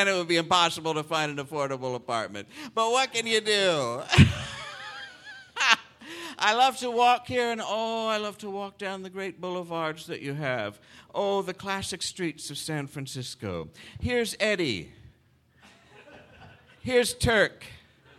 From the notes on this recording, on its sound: Live From SF Sketchfest. Marches into the rain-soaked streets of San Francisco for a special live edition of the program at the 16th Annual SF Sketchfest, presented by Audible.